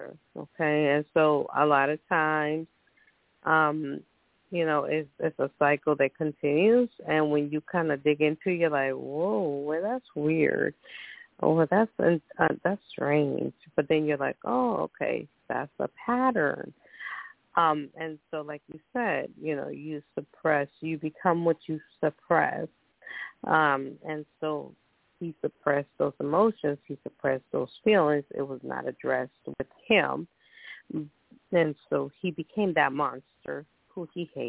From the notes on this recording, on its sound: Those who call in will form a panel